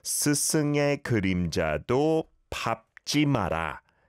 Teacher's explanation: although it's spelled 의, usually pronounced 에